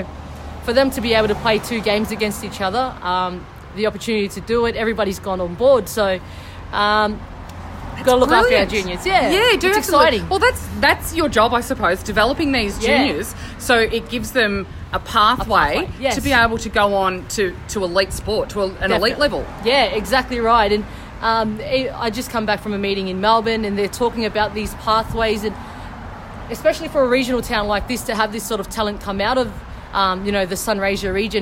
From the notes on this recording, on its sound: outside her office in Mildura